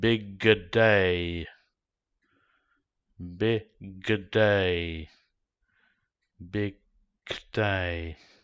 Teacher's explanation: The unvoiced consonant sound k is barely heard, which makes the stressed vowel sound I even louder and stronger. It almost has the effect of removing the consonant sound.